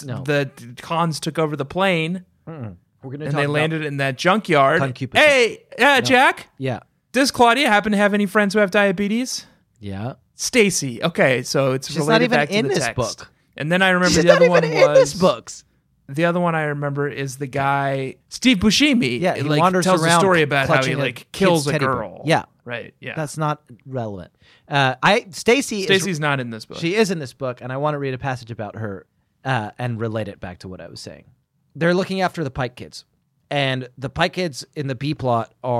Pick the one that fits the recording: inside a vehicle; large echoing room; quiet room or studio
quiet room or studio